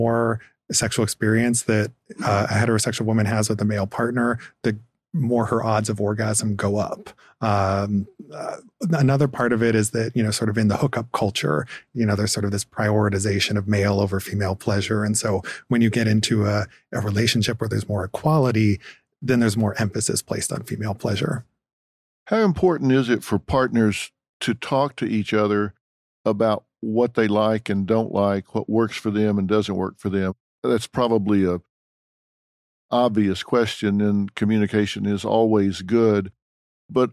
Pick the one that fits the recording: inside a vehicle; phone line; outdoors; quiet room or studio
quiet room or studio